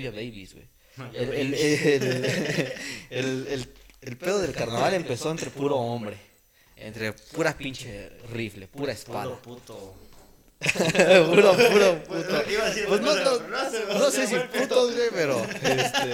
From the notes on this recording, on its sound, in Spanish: perdonen el eco del audio